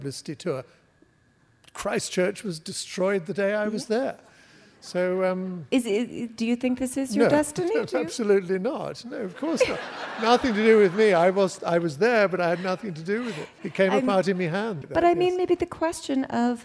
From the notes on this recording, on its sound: Writers on a New England Stage. Recorded live at The Music Hall in Portsmouth, NH. This archive program may still contain broadcast elements from the time it aired.